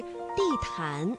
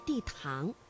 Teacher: 这个安呢是前鼻韵母，气流呢是从鼻子前方出来的 · Shown in: first take